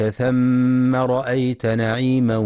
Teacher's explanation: يخطئ من يقرأ ثم بضم الثاء ثم، والصواب فتحها